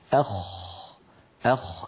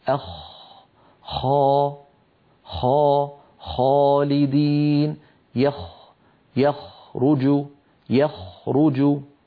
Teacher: الخاء أعلى بقليل من الغين، وهي أيضا من أدنى الحلق، يعني من منطقة جذر اللسان مع الحنك اللحمي. أخ أخ، لاحظوا بأن المخرج مفتوح، بارك الله فيكم، لاحظوا منطقة الخاء ليس فيها انقفال.